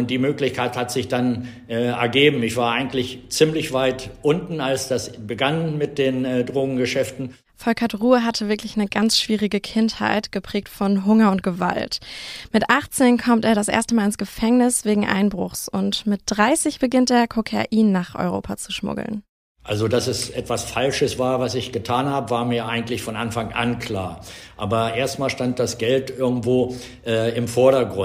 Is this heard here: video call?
no